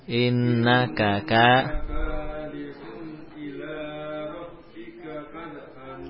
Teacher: K yang kedua, innaka, K-nya harus panjang ya